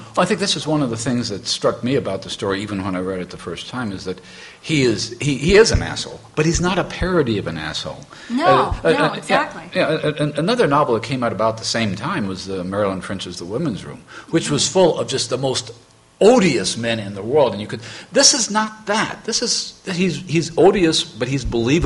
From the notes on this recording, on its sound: MidAmericon 2, the 74th World Science Fiction Convention. The episode was recorded live. In front of a terrific audience and was recorded by Kathi Overton and the MidAmericon 2 team.